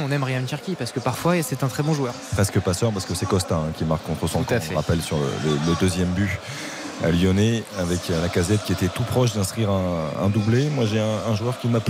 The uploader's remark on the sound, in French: Trois heures de direct. En direct du Stadium.